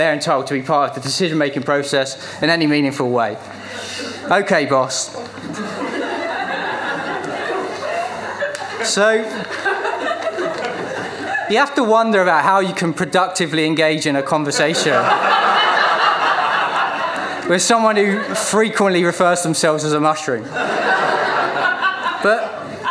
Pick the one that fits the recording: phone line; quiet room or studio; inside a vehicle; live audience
live audience